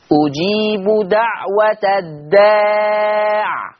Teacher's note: وقفا لما هيقف ورش على الداع بسكون العين، اجيب دعوة الداع، العين ساكنة، واخدين بالكو؟